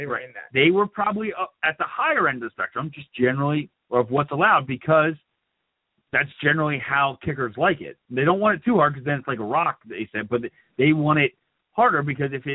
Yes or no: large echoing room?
no